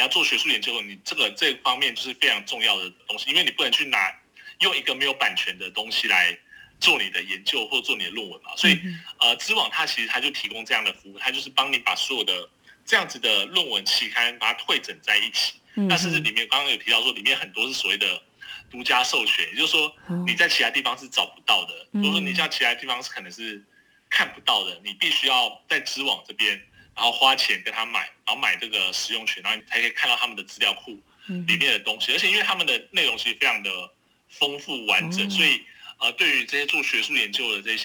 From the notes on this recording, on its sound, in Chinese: 連線訪問中央社駐上海記者